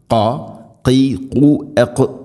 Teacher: ഖാ ഖീ ഖൂ എഖ് തൊണ്ടയുടെ മുഗൾ ഭാഗം കഴിഞ്ഞ് തൊട്ട് മേലെ ചെറുനാക്കിൻ്റെ ആ ഒരു ഭാഗത്തായിട്ട് · Term: ഖാഫിൻ്റെ ഉച്ചാരണം